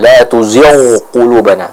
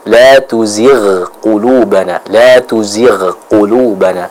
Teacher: Adapun ketika huruf ghain sukun didahului oleh huruf yang kasrah, maka dia dibaca dengan tipis. · Shown in: second take · Misalnya pada firman Allah Subhanahu wa taala, "Rabbana la tuzigh qulubana." Ya, jadi bukan la tuzigh qulubana, tidak, tapi la tuzigh qulubana, la tuzigh qulubana, seperti itu.